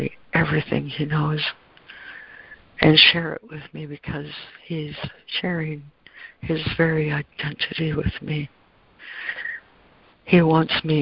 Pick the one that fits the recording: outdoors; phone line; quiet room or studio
phone line